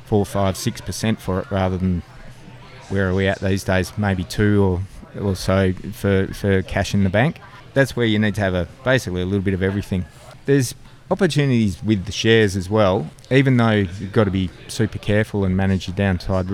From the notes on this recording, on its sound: Dowerin Field Days are always filled with excitement, the hustle and bustle of the crowd. This particular episode is recorded at Dowerin Field Days 2022.